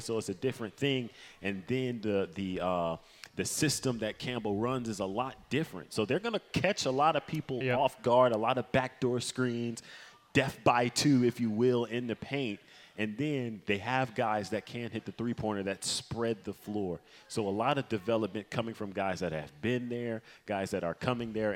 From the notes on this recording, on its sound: From the County Seat Sports Grille in Downtown Lillington, it's Camel Call Live.